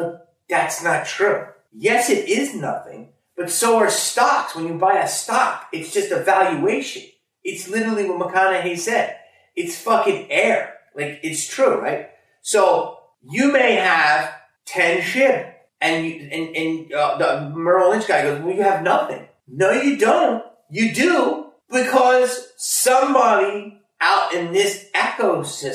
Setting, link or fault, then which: fault, poor microphone